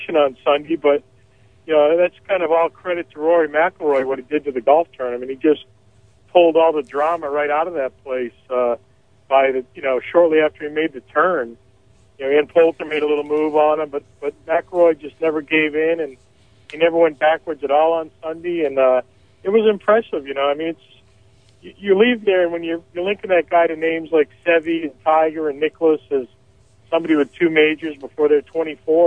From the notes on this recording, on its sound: are in the studio and are joined on the phone